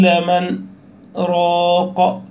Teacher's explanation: السكتة هذه تمنع الملاقاة أي بين النون والراء، وتفصل بين الحرفين